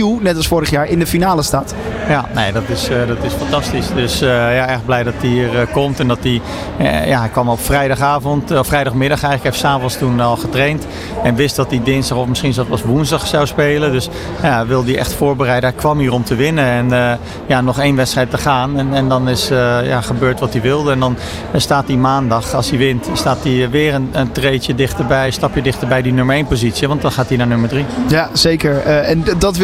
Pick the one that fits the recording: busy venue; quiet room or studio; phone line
busy venue